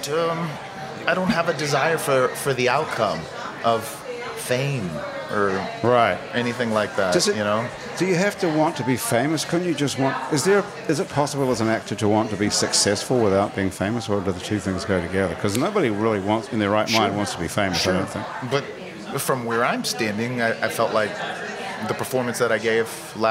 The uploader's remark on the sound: Happy Hour is recorded live at Wayfare in Uptown New Orleans.